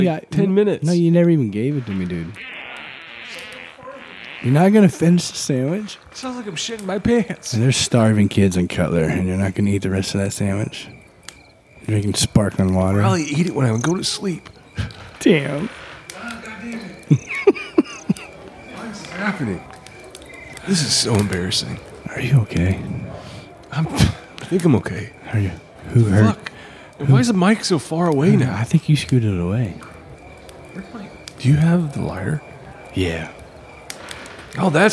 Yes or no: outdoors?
yes